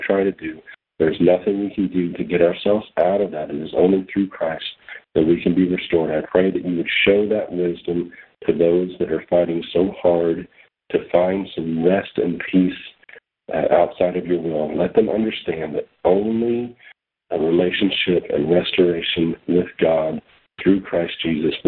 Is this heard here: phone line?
yes